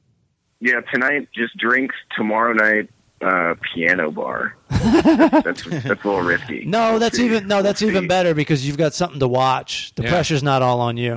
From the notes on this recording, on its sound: take listener's phone calls